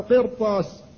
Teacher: فإن الراء تفخم لمكان حرف الاستعلاء الذي بعدها